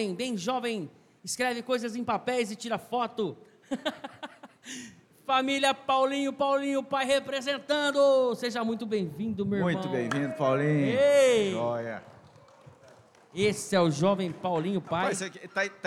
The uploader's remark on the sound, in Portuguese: Documentário - Acampamento 2024. Acampamento 2024 da IPB de Rio Preto. Uma gravação (documentário) fora do estúdio e dentro do ambiente de acampamento da chácara da Igreja Presbiteriana de São José do Rio Preto-SP. Foi uma experiência muito edificante, nova e interessante tendo vários participantes convidados e pessoas diretamente envolvidas na organização do acampamento-2024.